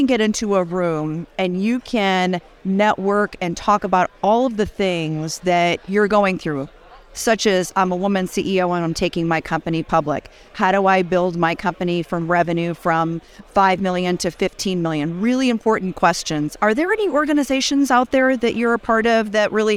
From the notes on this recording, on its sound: at The Benzinga Cannabis Capital Conference